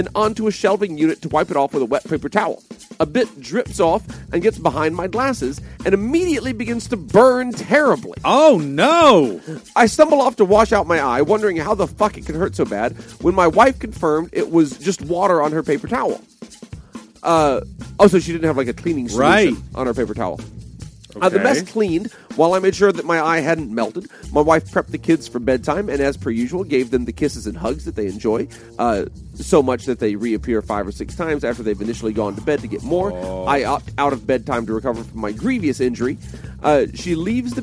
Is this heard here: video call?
no